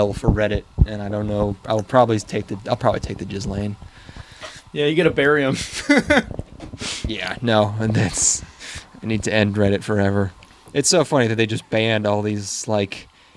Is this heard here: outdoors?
yes